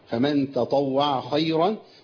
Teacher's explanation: الخاء هنا مفخمه تفخيم عالي لانها مفتوحه